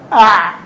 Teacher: أع يمتد معي شوية ثم يقف